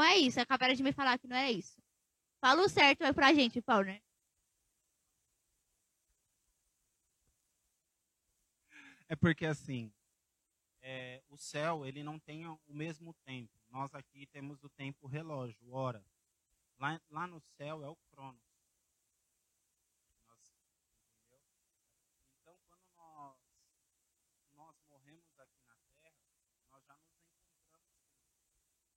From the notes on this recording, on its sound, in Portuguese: Programa gravado no dia 21/07/2023, na Praça do Campo Limpo, em São Paulo.